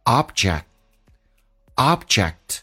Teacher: k 也是不用发音，因为 k 跟 t 是两个辅音，只用发 t 这个发音， k 既留阻塞一下